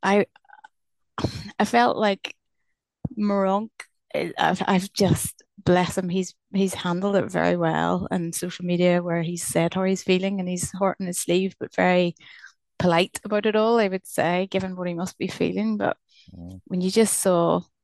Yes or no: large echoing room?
no